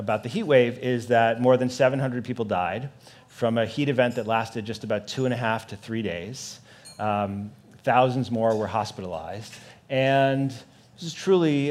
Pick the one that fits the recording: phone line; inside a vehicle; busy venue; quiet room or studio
busy venue